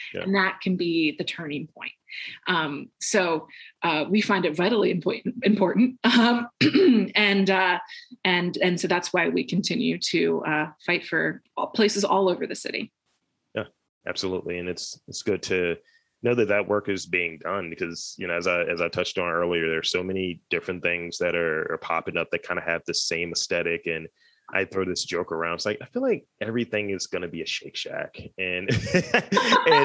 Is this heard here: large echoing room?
no